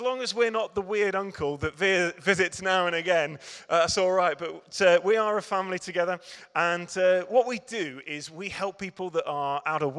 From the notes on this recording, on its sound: Recorded at Middlesbrough Community Church.